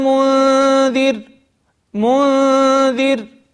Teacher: فمثال حرف الذال مع النون الساكنة في كلمة واحدة قال الله، قول الله سبحانه وتعالى قل إنما أنا منذر منذر. فنلاحظ أننا نقرب اللسان إلى حرف الذال · Term: الإخفاء